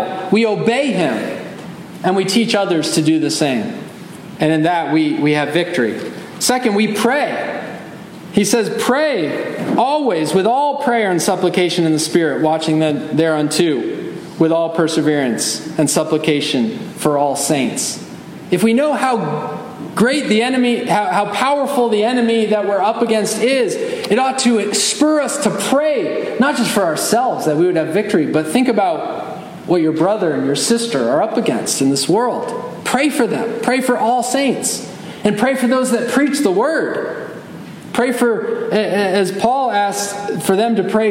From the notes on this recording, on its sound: Message delivered Sunday, September 10, 2023 at Mt Carmel Primitive Baptist Church, Bel Air, Maryland.